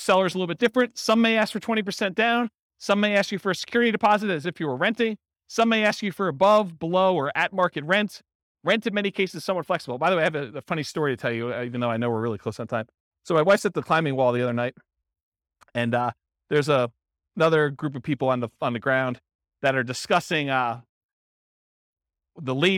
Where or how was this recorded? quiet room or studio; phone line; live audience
live audience